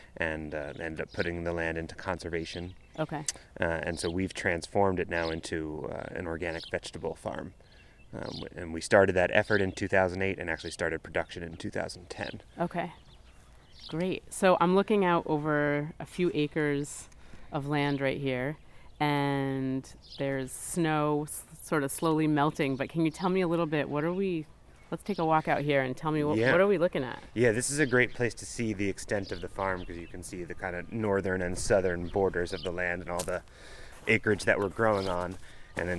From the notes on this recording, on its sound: A visit to Massaro Community Farm just outside New Haven, CT